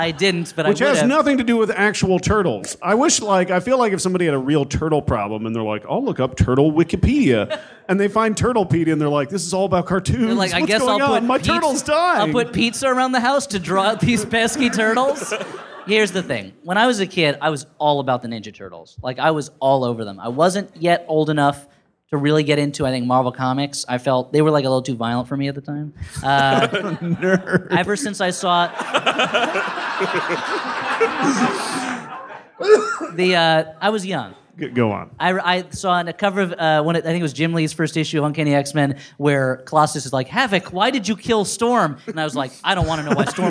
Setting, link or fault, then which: setting, live audience